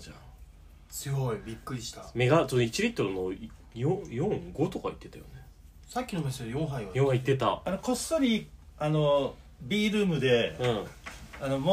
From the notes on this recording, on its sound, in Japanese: 旅先での収録のため音声がいつもと大分違います。長野県松本市のホテルで収録。